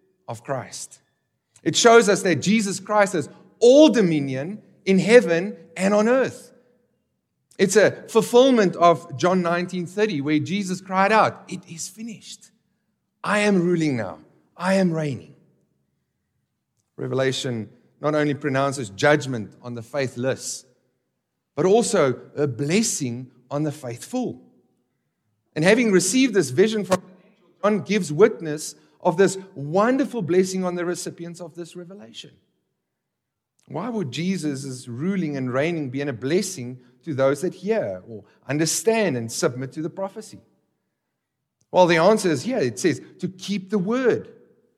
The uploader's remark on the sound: This exposition was recorded at the Johannesburg, South Africa 2023 Workshop.